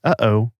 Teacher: And right at the very back of your throat, you have the glottal stop, the sudden swallowed pause you'd find in phrases like, uh-oh.